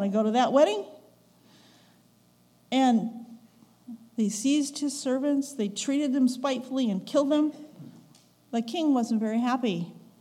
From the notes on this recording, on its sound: recorded October 15, 2022, at the Ringgold Seventh-day Adventist Church